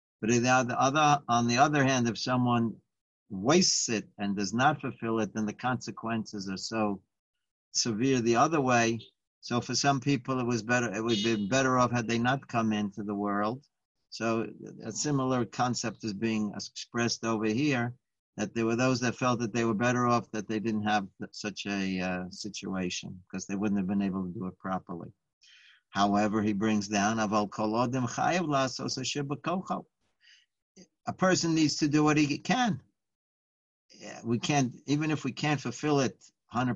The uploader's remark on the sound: Live On Zoom